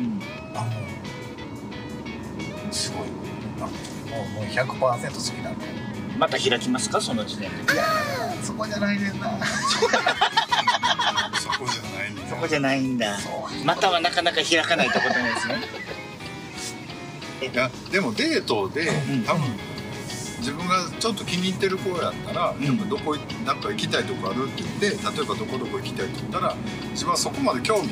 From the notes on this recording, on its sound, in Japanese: 日本一時帰国中、関西に滞在していた際、。ドライブで遊びに出かけていた時に収録した、おじさん3人で繰り広げる駄話をお届けします！ドライブ中の収録のため、音質があまりよくないのと、後部座席に座っている。